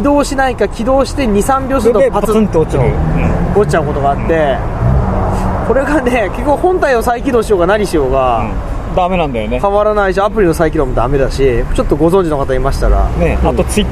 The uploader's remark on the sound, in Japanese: 山形屈指のオシャレスポット「ドライブスルー付きスターバックス」前のテラスからお届けします。究極のアウトドアサテライトスタジオ。目の前に止まったパトカーに怯えながらの収録です。総勢5人プラス飛び入り1名で好き放題に喋ります。